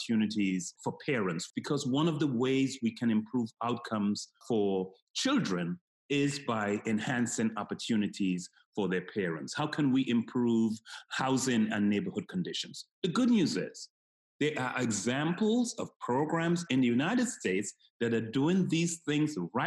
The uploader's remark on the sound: We’re recording this podcast today on a video call, so the sound quality may be different from what you’re used to hearing.